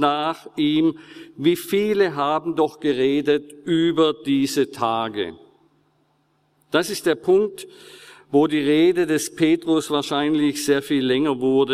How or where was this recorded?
large echoing room